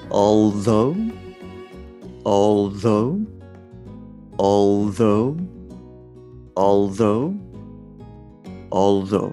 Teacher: 最初に TH のところにこう舌を持っていってでそのままの形で L の音を出すと。で L を出した後っていうのは、えっ、ー、と、通常の TH はい、軽くこう、まあ、噛んだ状態になっているのでそこから摩擦をしてティエチンを出すと。はい、こういった形になります。じゃあ、これでですね、ちょっとあの、えー、although っていうのをやっていますね。最初にもう th のところに持っていっちゃいます。で、その状態で L を出します。で、その後は、えー、通常の th 音を出すと。はい、じゃあそういう感じでやってみますね。じゃあ、いきます。although although although although although